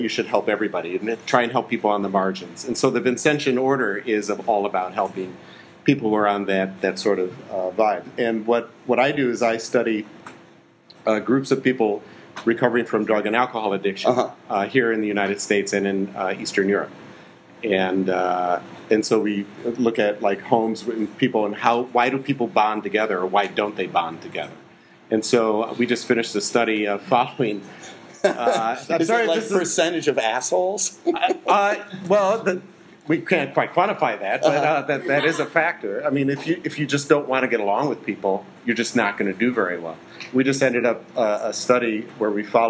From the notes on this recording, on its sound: Live at the iO Theater on Clark St